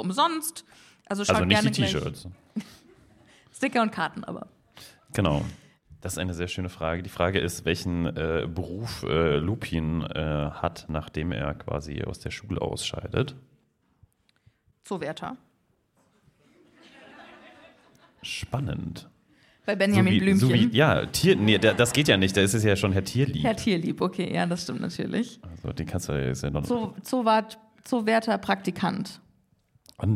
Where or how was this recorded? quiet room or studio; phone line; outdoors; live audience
live audience